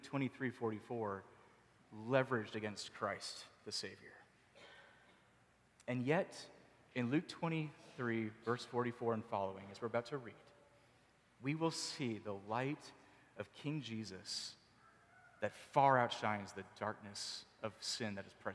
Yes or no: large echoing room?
yes